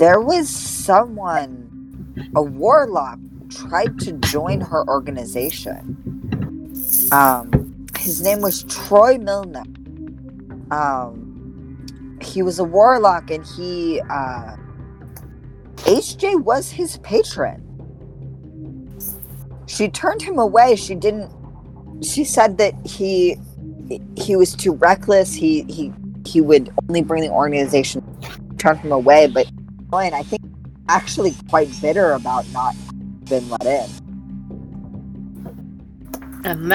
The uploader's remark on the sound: T he audio in this one is pretty rough, bit it's definitely still listenable--just expect some not so pretty sounds. Doesn't have access to a good private recording space, so you're getting a lot of background noise. We also just have some glitches in the recording, as at this point we've yet to move over to doing sessions on zoom (you'll see a big improvement at that point and we won't get any dropped words or total cut-outs).